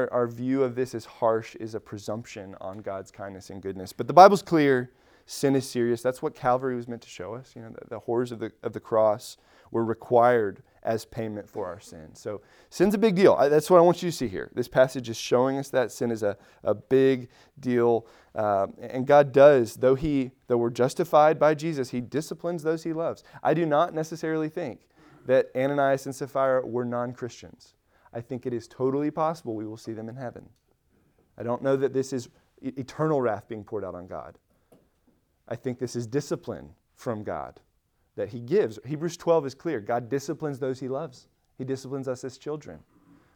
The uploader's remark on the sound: Recorded at Emmaus Church in Buford, GA on Wednesday, Oct 26, 2022.